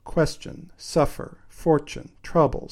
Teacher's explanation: they all have feminine endings, which you may remember is that extra unstressed syllable at the end